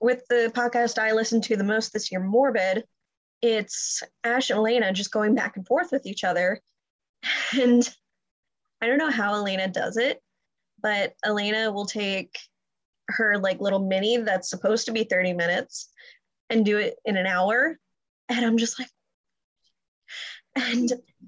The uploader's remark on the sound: Recorded this using Zoom, so audio may not be of the best quality, but they assure you it was the best option they could find for free.